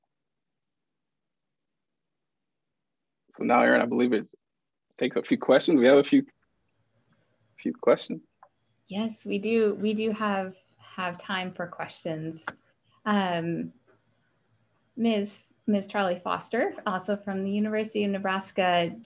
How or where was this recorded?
video call